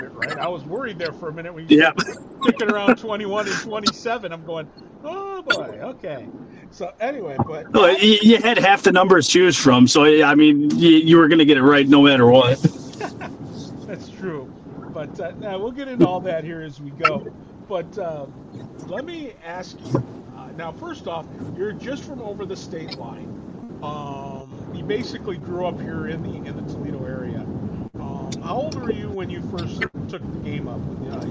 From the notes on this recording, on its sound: Audio is a little noisy as we had to do this episode "on the road"